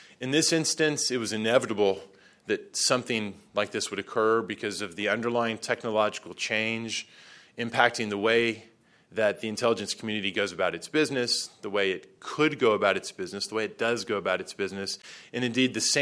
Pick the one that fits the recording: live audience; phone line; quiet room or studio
live audience